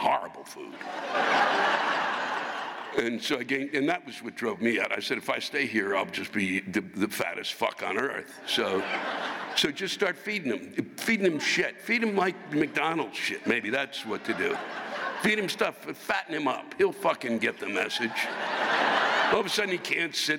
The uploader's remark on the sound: This week’s live rants come from the North Shore Center for the Performing Arts in Skokie, Illinois.